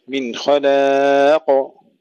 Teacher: قلقل القاف بدون تشديد